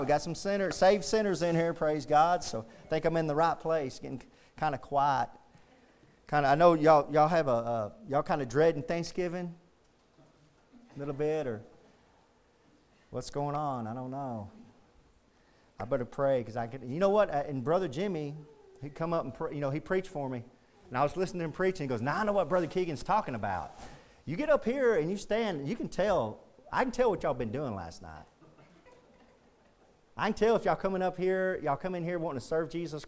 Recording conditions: large echoing room